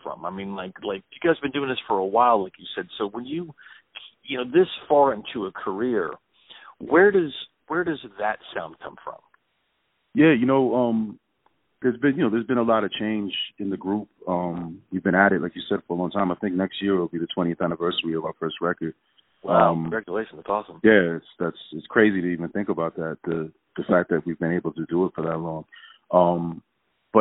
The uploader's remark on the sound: Calling in from Alberquerque, NM